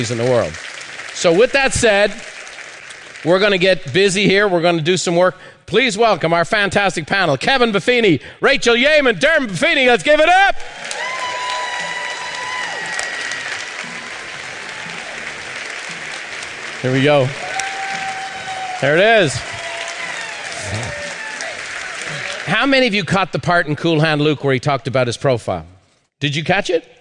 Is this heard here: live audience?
yes